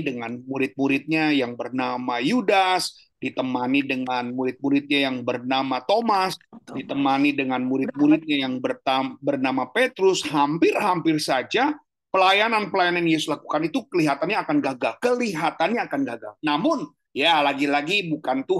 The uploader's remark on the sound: Audio Zoominar